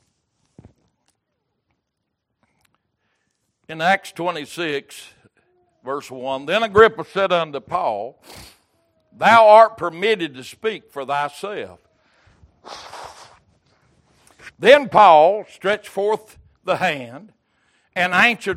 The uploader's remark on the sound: Recorded January 8, 2023 - Sunday Evening Service